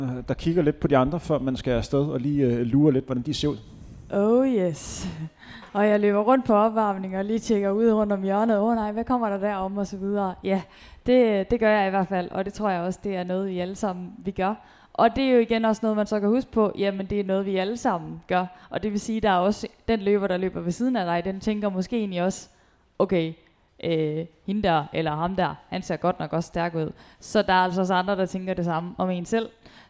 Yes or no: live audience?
yes